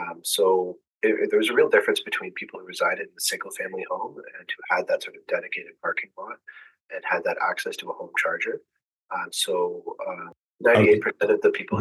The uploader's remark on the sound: Recorded Via Zoom Video Conferencing Platform.